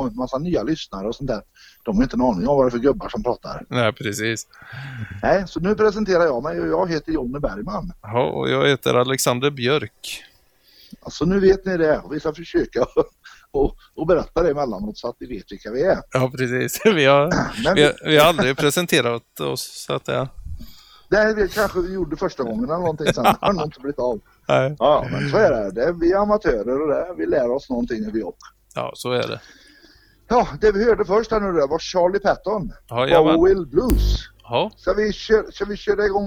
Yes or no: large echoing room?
no